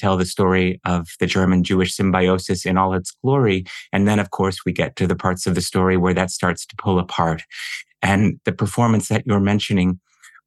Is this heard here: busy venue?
no